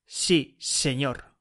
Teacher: The S of a not seseante speaker, just in Spain, con la excepción of Andalucía and the Canary Islands, is called apicoalveolar, and it's pronounced with the top of your tongue close to your teeth.